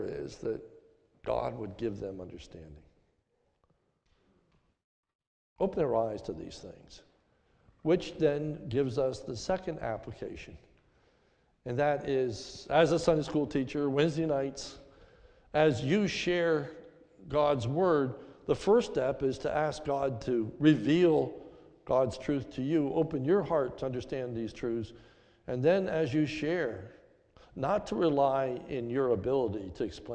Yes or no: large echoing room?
yes